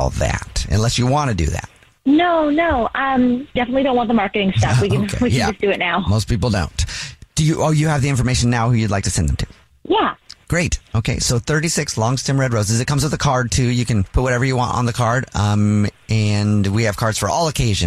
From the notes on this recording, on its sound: We have a listener on the phone who thinks his girlfriend of 3 years is cheating on him.